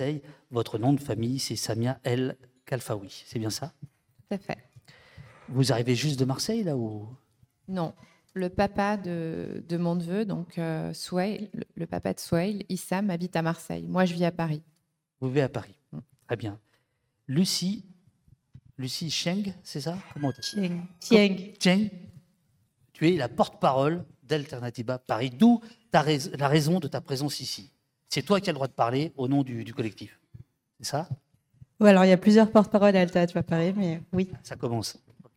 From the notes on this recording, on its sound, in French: AuPoste en public. Rencontres Radicales Alternatiba. Pendant plusieurs jours, Alternatiba Paris organise son raoût d’agit-prop (ex-camp climat).